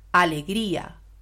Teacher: se deshace un diptongo con la fuerza y la intensidad de la I